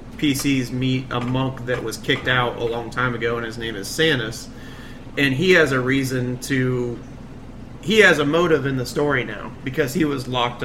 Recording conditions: background noise